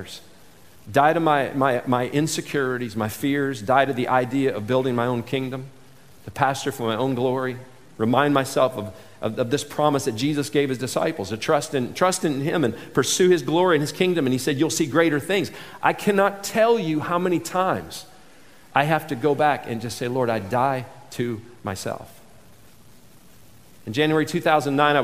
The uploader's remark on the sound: this selection from the 2019 MOVE conference